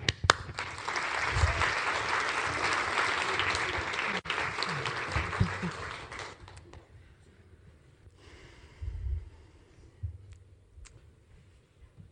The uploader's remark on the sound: Audio from a talk I gave at the end of March here in Boulder at an event called “The Truthteller Tour,”. This is the first public talk I’ve given since The Book of SHE came out.